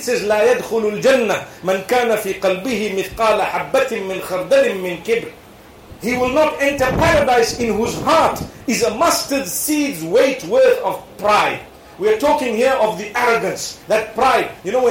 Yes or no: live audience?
yes